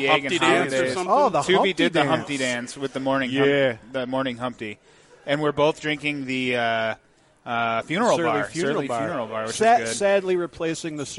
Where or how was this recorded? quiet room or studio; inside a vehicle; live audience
live audience